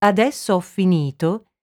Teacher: Ad esempio, nella frase «adesso ho finito», le parole «ho» e «finito» sono pronunciate come una parola sola e la «f» di «finito» è doppia · Term: raddoppiamento fonosintattico